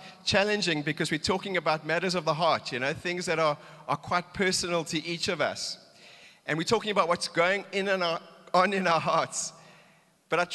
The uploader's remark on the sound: Recorded live on Sunday the 18th September 2022.